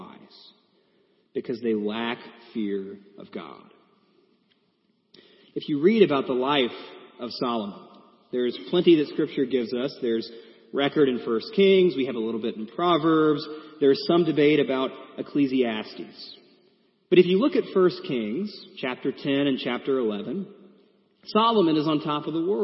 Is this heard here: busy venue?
no